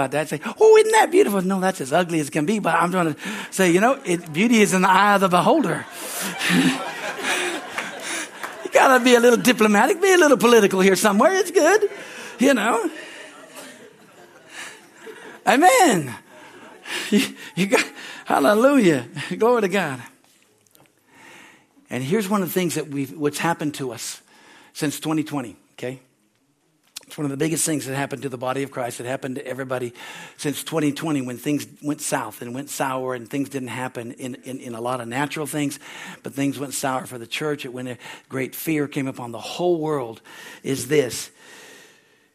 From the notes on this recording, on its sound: Sunday, January 7, 2024 at Harvest Bible Church in Stockton, CA.